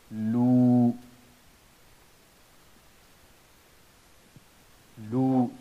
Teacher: Now if you want to stretch it, make two dhammas, the voice of waw will be generated, lu, lu. So the voice of waw will be generated because you are stretching one dhamma equal to two dhammas, and that's what equals to waw.